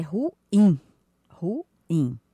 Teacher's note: Que significa que a última sílaba dela é que é a sílaba tônica. · Term: palavra oxítona